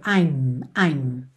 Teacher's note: É o I apóstrofo M. Então, o som termina na letra M, ou seja, lábio com lábio